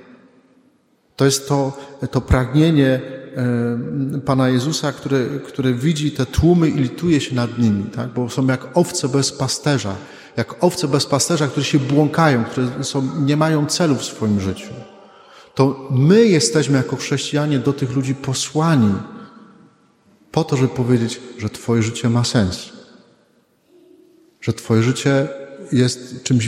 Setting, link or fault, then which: setting, large echoing room